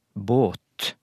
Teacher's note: så vart den lange a-en til å, båt, i mesteparten av det norske språkområdet, men i nokre sentrale dialekter på Vestlandet, Sogn, Voss, Hardanger